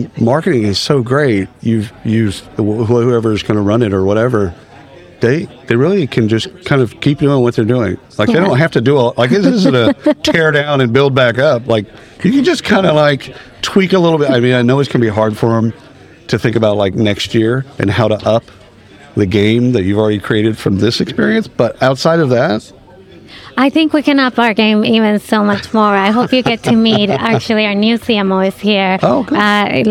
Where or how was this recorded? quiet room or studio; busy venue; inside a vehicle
busy venue